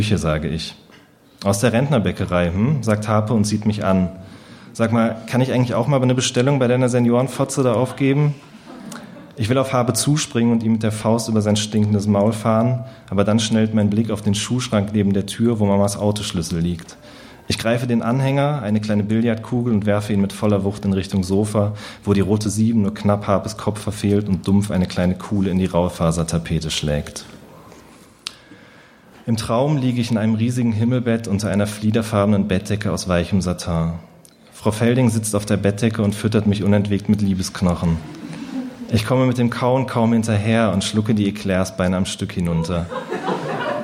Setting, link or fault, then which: setting, live audience